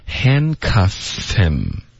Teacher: cuff 跟 him 呢，这次 Phoebe 就没有保留这个 H 的音，就省了 · Term: 连读